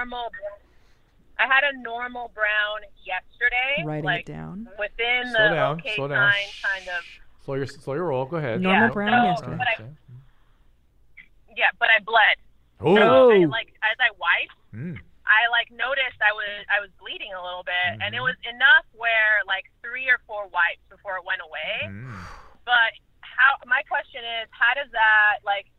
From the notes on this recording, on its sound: Being able to take your live calls is a fun new part of the show.